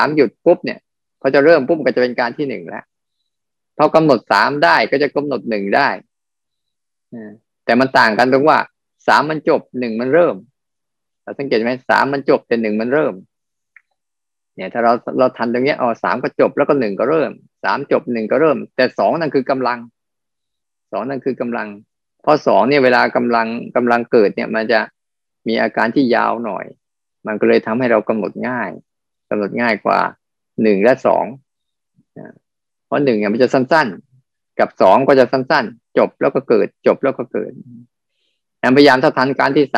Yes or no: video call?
yes